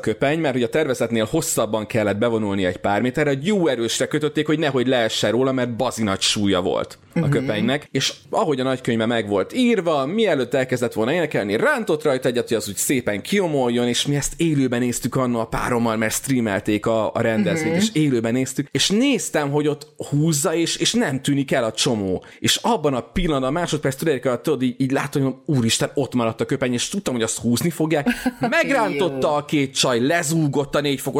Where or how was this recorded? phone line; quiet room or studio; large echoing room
quiet room or studio